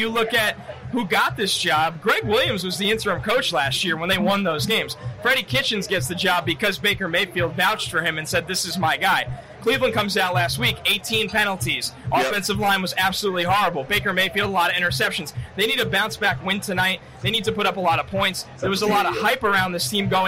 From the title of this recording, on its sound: Live From MNF At MetLife Stadium